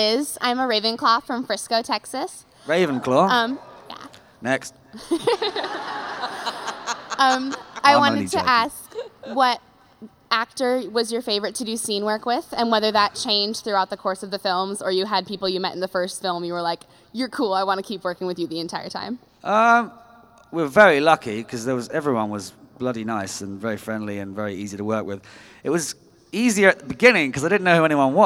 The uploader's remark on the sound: Live from LeakyCon 2019: Dallas. Answers audience questions!